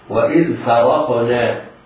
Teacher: القاف ساكنة مقلقلة والنون مرققة